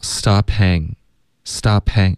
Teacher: stop 的这个 p 跟 hang 的这个 h 的音连发的时候呢，你听不到一个 hang，你就只能听到 stophang， stophang